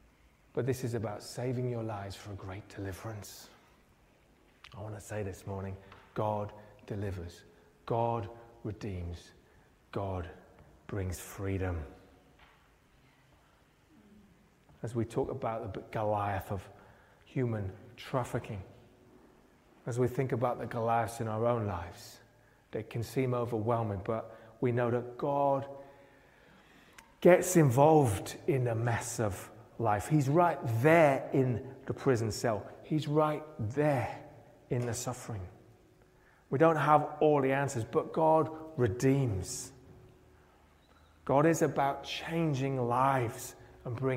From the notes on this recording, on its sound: Preached at Pembury Baptist Church on 1st October 2023.